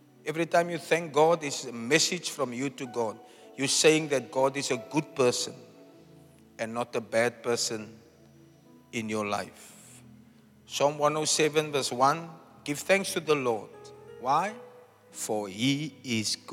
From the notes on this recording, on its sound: Preached at Zion Sanctuary, Cape Town